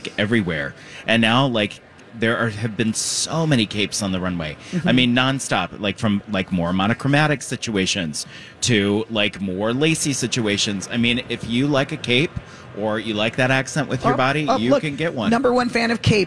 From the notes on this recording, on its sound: live from the Choice Bank Minnesota Golf Show!